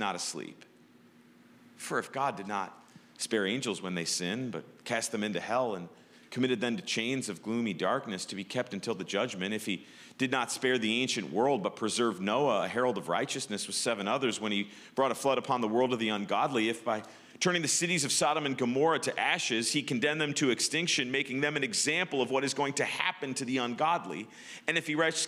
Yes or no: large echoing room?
yes